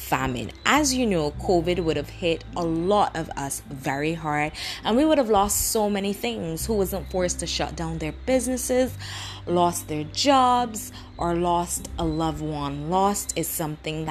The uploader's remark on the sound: Excuse the background noises because I really did not want to stop the flow of things.